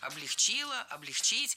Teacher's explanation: В нашем глаголе ударение всегда стоит за корнем.